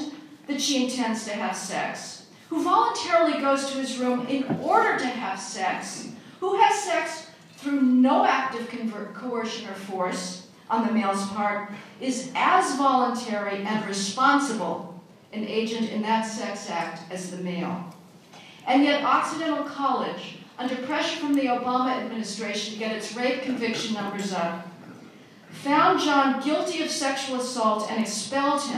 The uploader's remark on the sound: Audio from a speech delivered at the Federalist Society's 2014 National Lawyers Convention